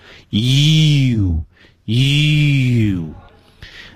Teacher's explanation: 第一嘴唇要前屈啊，第二是舌面要上挤啊